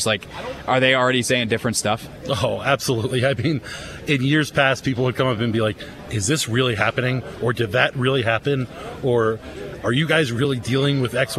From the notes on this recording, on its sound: Live from the NFL Combine in Indianapolis. He's got several guests sit down with him.